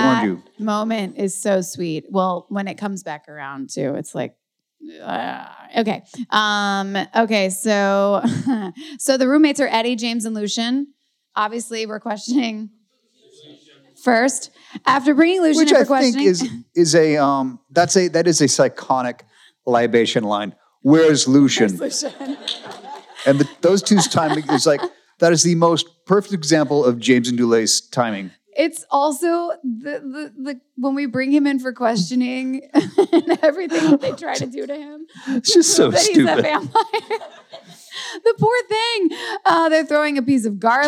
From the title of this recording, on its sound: LIVE FROM ATLANTA COMIC CONVENTION